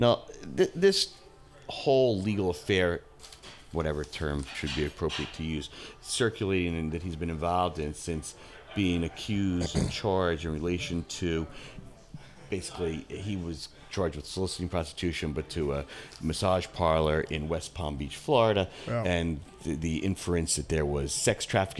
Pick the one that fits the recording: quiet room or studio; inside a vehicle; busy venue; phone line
busy venue